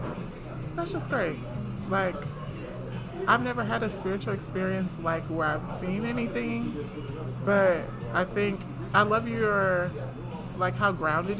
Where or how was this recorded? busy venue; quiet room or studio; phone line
busy venue